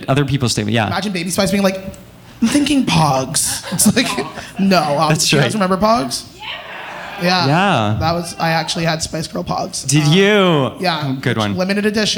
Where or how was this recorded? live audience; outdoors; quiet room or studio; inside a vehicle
live audience